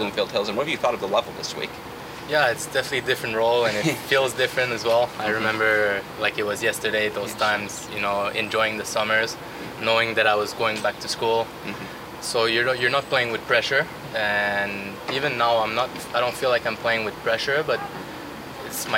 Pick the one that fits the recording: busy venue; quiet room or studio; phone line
busy venue